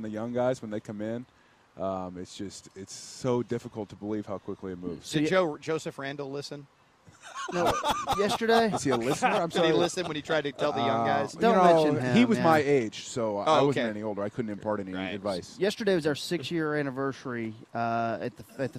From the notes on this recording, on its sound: live from his own charity event at Top Golf